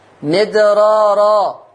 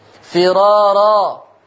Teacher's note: يبقى هذه الألفاظ مفخمة عند ورش، هذه الألفاظ مفخمة عند ورش كحفص تماما